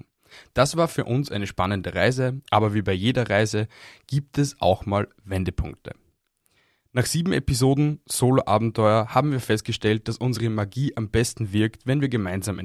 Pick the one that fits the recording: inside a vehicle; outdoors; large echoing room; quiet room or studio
quiet room or studio